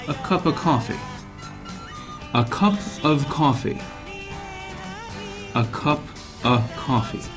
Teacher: The of reduces to a, and so it turns into a cup of coffee. · Term: 曖昧母音